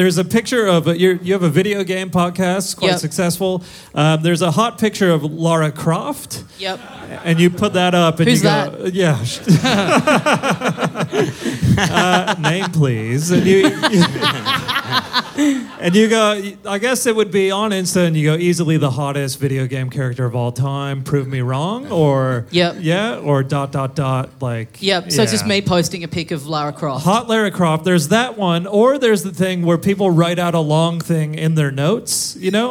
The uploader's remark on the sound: Live in Melbourne